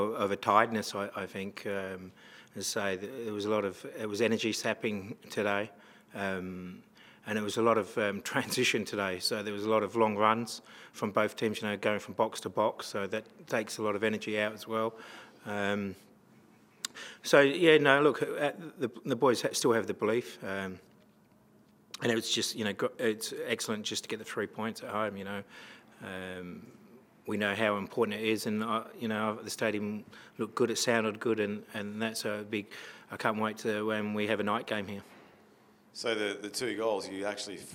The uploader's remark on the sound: post-match press conference